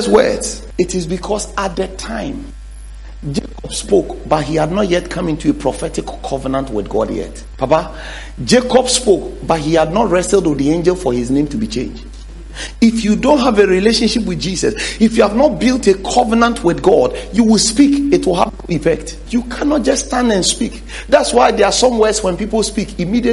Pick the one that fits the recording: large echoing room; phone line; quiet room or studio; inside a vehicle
large echoing room